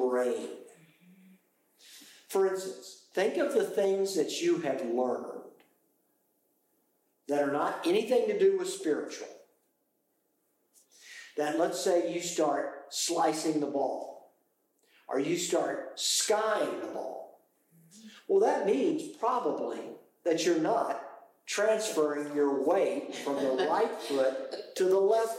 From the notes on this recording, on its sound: Apologies for the poor audio quality due to a technical issue.